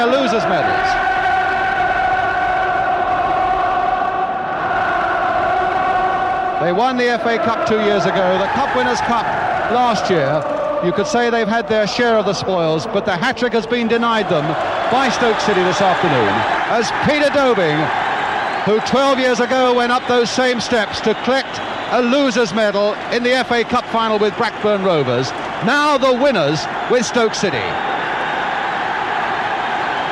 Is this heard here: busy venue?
yes